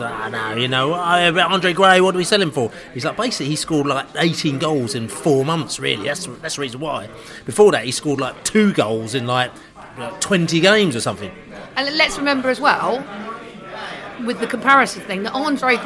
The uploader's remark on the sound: Preston pre-match podcast from the pub.